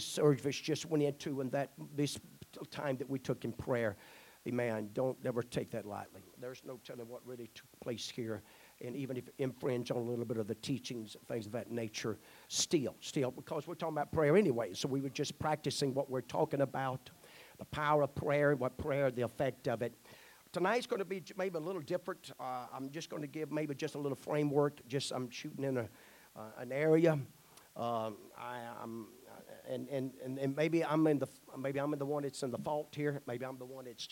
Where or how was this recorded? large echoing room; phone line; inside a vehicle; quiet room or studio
large echoing room